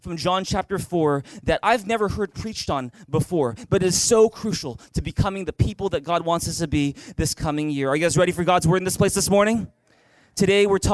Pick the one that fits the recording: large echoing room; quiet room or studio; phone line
large echoing room